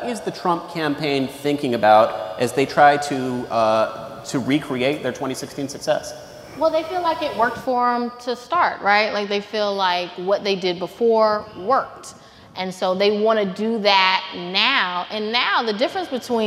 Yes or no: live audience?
yes